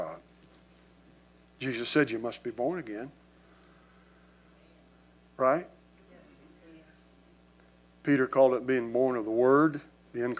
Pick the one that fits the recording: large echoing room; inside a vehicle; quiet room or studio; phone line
large echoing room